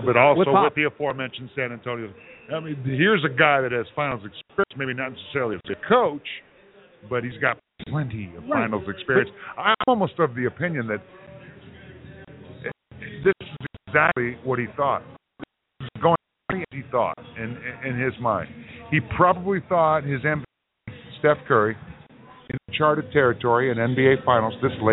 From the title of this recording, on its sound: Live from Wrigley Field Bar and Grill